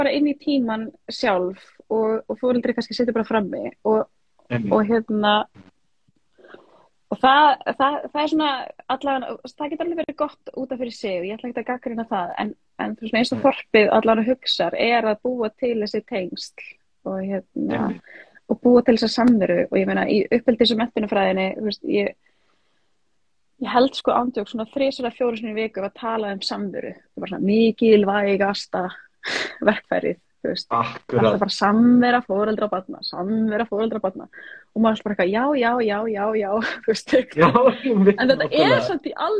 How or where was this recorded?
video call